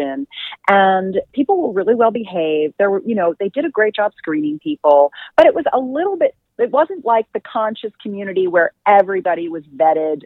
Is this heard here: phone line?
yes